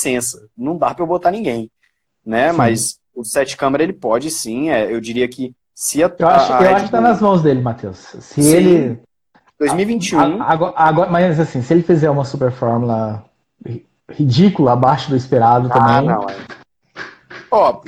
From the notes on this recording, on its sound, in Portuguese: O conteúdo deste programa foi extraído de uma Live no Instagram